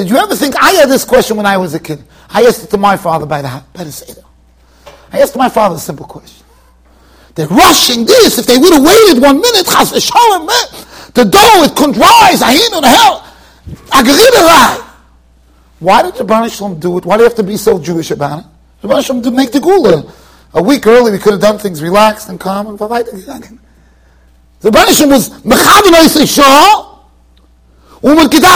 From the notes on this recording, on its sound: Shiur recorded in Yeshivas Ohr Reuven, Monsey NY.